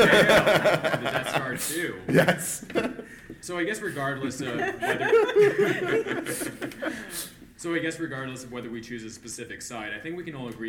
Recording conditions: live audience